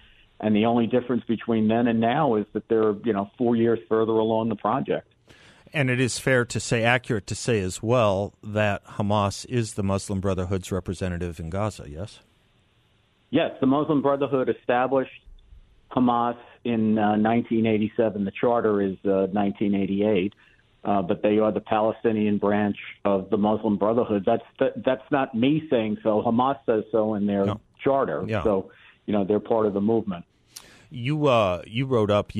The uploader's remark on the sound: joins the show by phone